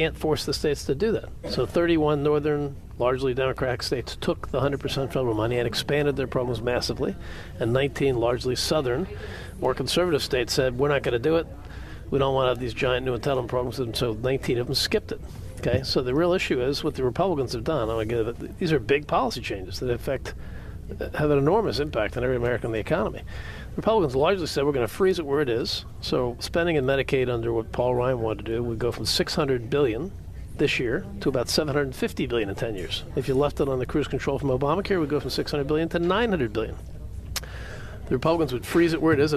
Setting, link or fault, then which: setting, busy venue